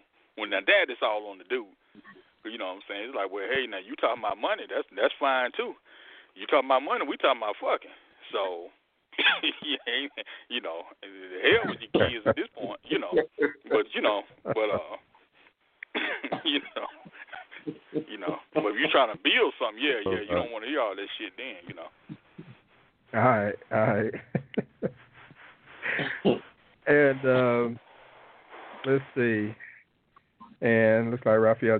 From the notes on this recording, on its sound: We present those questions to you on this week's live call-in edition of the Talk 2 Q Radio Show.